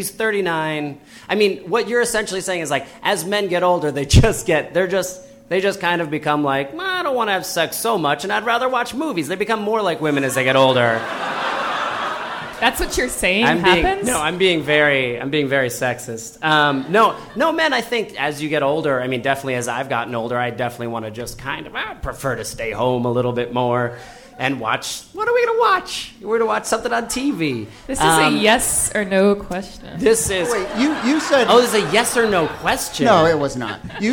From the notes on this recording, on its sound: Ask Roulette is a conversation series in which strangers ask each other questions on stage. This excerpt is from our February event at Housing Works Bookstore in New York City.